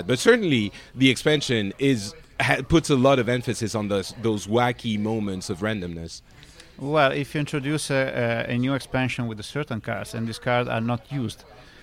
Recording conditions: busy venue